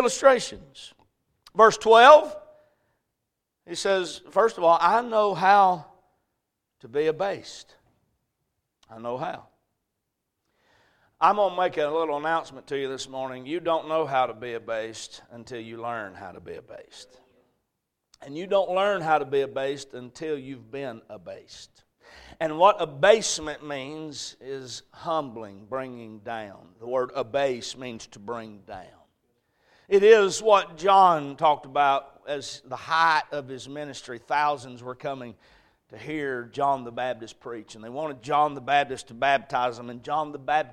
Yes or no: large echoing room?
yes